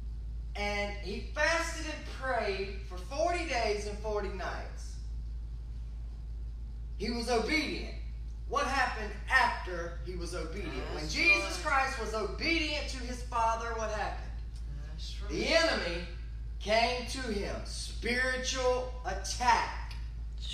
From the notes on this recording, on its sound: This episode was recorded live from the pulpit of Berea Christian Church.